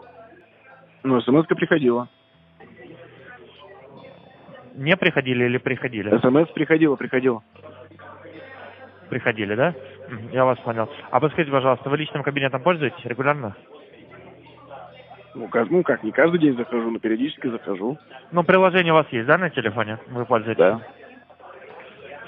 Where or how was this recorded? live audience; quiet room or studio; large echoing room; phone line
phone line